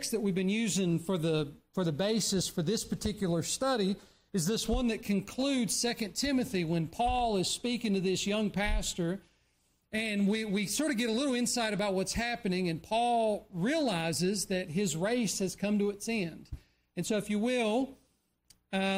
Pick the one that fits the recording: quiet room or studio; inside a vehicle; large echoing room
large echoing room